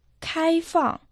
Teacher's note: «Кай» – первый тон, «фанг» – четвертый тон.